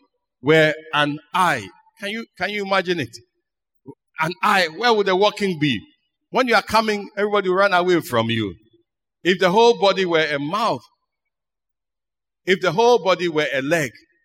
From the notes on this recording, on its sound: Sermon preached at CBC Shiashie Campus